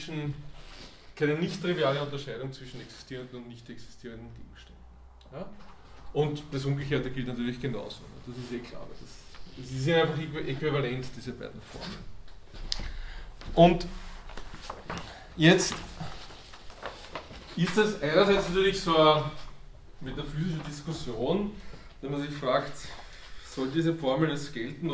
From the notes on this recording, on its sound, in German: Diese Vorlesung wurde von Studierenden aufgenommen